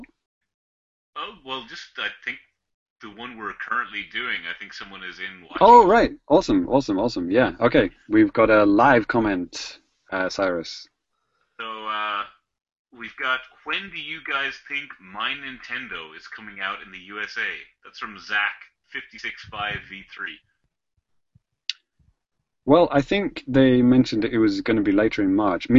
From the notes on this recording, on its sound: Coming to you live via Google Hang Outs On Air (at least, it WAS live)